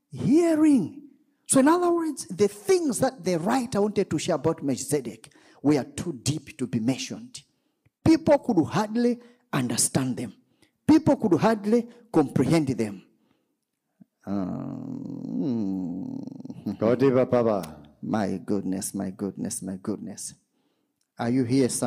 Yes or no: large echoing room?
yes